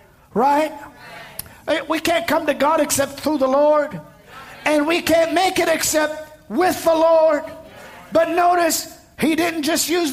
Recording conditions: live audience